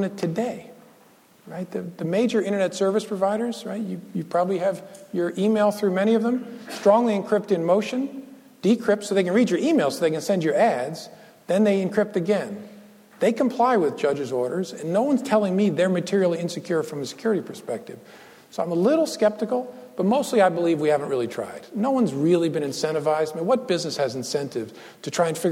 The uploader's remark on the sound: Recorded on October 23, 2015, at the University of Chicago Law School.